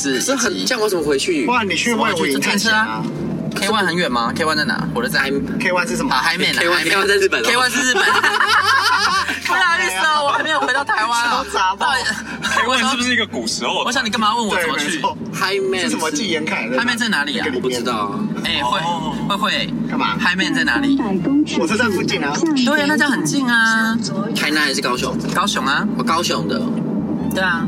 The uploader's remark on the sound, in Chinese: 開車錄音。